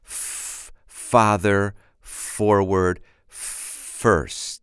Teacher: In other words, F is simply air. I'm not using my voice when I pronounce the letter F.